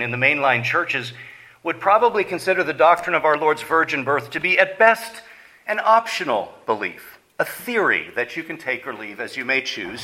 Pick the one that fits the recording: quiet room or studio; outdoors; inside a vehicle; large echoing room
large echoing room